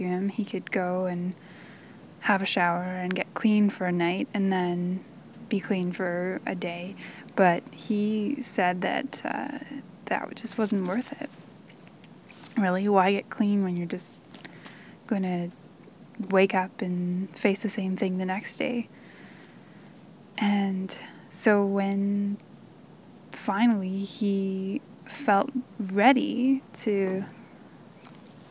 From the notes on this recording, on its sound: Spent a weekend in Edmonton’s inner city, at the drop-in centres, and on the streets. This is the audio diary of her experience.